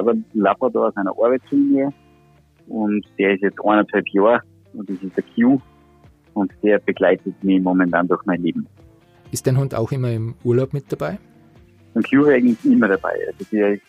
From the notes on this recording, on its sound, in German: Telefoninterview.